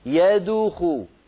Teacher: يدخو هنا ضممت شفتي عند الدال والدال ساكنة مقلقلة، الضمة للخاء التي بعدها، الصواب هكذا، أن يدخو يدخو.